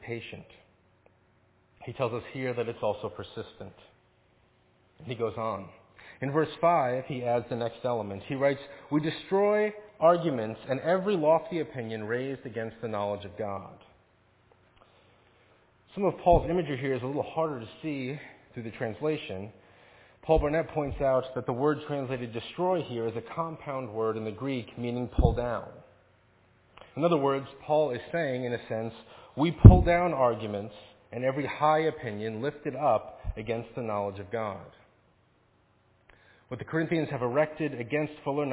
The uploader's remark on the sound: Faith Presbyterian Church – Evening Service